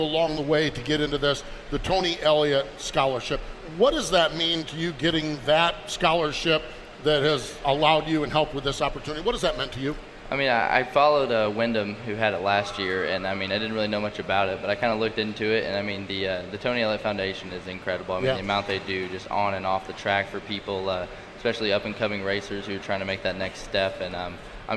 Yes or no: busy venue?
yes